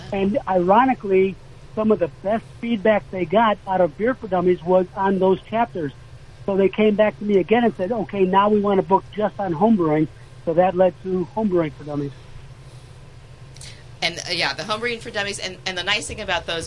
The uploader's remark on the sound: on the phone from Chicago